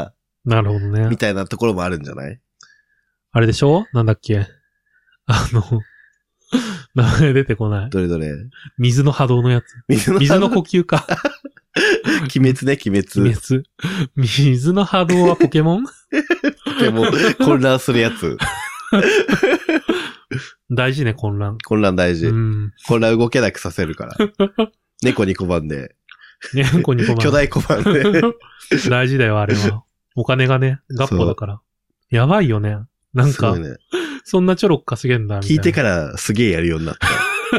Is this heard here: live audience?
no